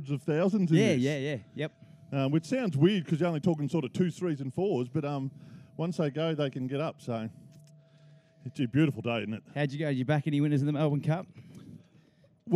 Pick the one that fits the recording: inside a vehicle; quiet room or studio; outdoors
outdoors